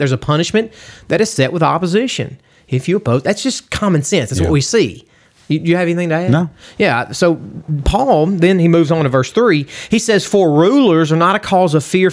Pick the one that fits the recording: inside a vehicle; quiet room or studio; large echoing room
quiet room or studio